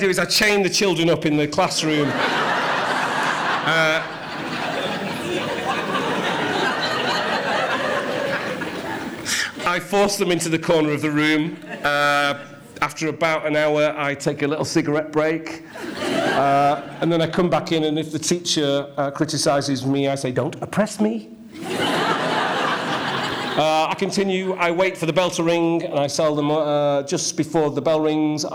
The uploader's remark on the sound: CMC 2016 - Opening Keynote